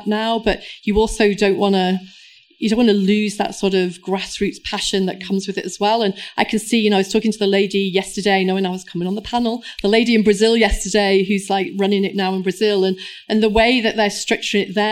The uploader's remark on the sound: Live from London. Recorded live in London. Siegel+Gale’s Future of Branding CMO Panel: International Women's Day 2023.